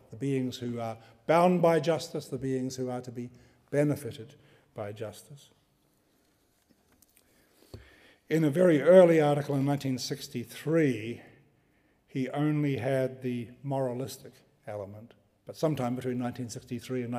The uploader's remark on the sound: Delivers the third in the 2015 Gifford Lecture series. Recorded on 29 January 2015 at the University of Edinburgh's Playfair Library.